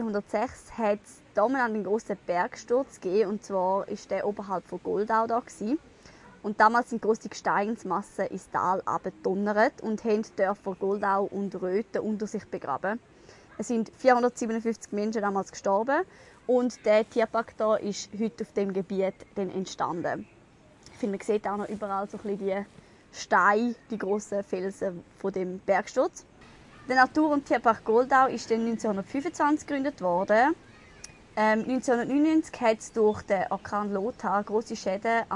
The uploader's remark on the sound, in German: Es ging an einem regnerischen Tag nach Arth-Goldau in den dortigen Tierpark. Erzählen sie in dieser Folge sozusagen live aus dem Park.